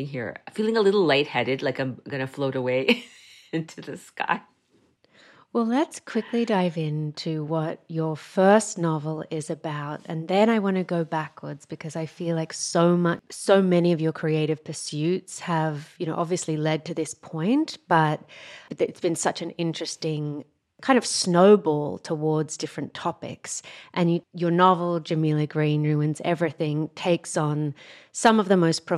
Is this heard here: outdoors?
no